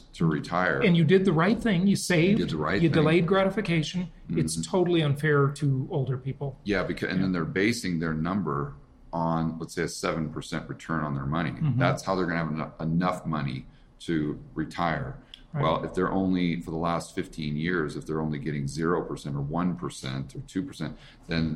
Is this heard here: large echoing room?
no